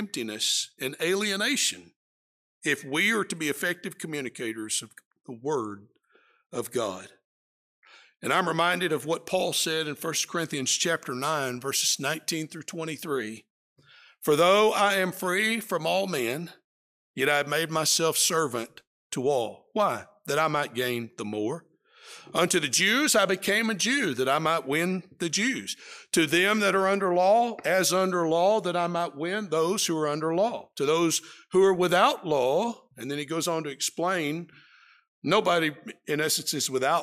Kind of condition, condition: setting, large echoing room